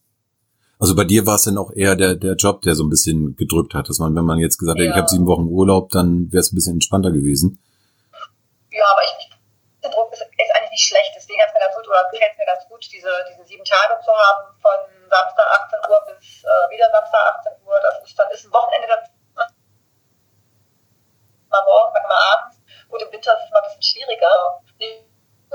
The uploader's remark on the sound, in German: Leider hatten wir erhebliche technische Probleme, die Tonqualität lässt echt zu wünschen übrig.